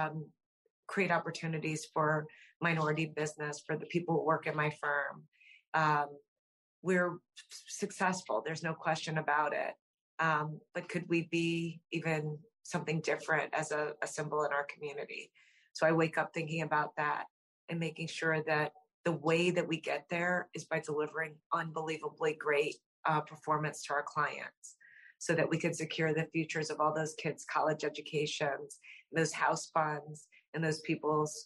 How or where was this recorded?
video call